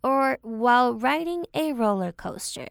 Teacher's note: or while riding a roller coaster, because that's the end of the sentence, so you go down